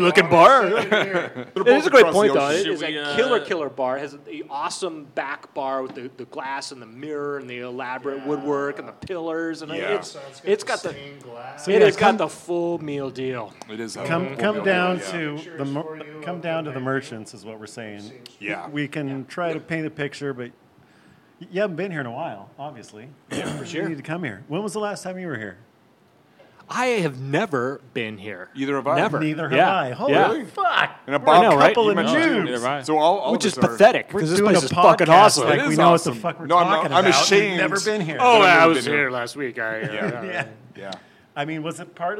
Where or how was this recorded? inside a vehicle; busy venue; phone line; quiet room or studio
busy venue